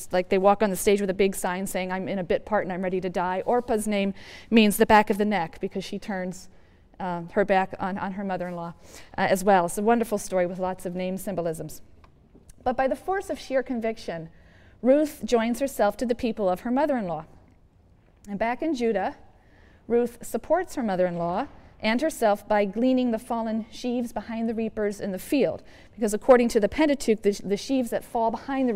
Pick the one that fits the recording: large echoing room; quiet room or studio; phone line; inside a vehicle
large echoing room